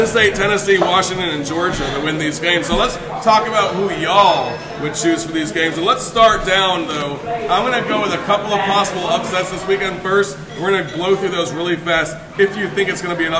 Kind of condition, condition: setting, busy venue